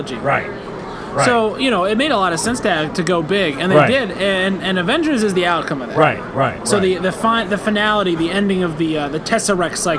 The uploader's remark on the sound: LIVE FROM STEEL CITY CON 2019. THE LIVE POP INS FROM SOME OF THE BEST COSPLAYERS AT THE CON!